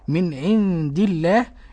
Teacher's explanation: اسم الجلالة اللام فيه مرققة لأن ما قبله مكسور